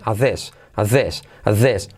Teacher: La T la omitimos